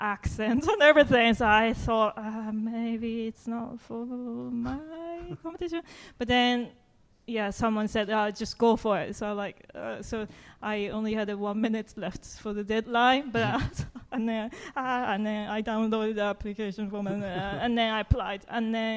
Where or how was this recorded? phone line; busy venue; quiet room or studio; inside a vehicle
busy venue